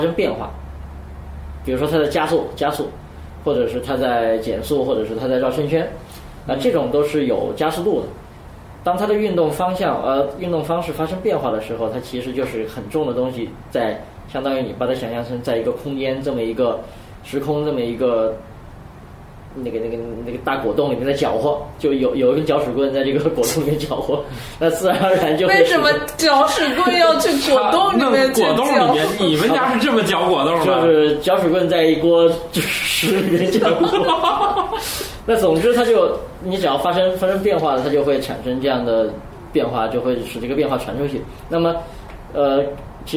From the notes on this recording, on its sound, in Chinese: 本期节目为在张大妈办公区用录音笔录制，可能有街道上的杂音，请见谅。